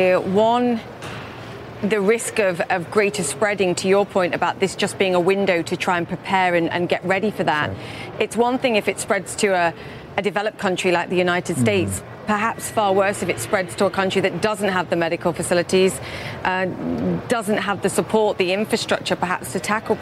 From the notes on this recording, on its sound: live from the New York Stock Exchange